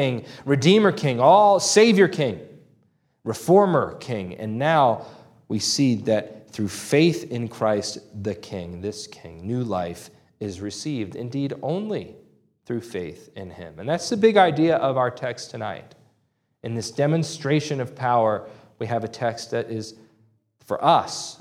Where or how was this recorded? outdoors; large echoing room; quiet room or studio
large echoing room